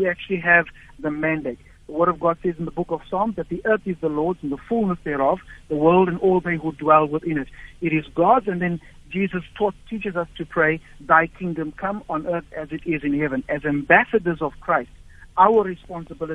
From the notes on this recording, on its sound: Guest on the phone.